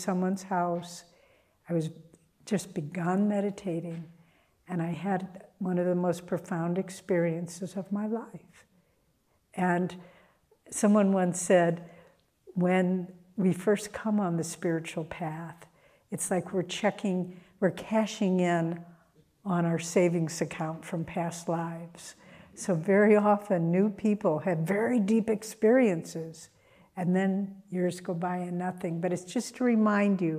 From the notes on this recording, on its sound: Sunday Service talk. Recorded at Ananda Village on June 11th 2023.